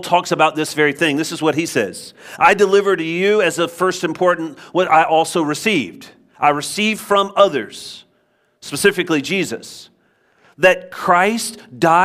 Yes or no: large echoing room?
yes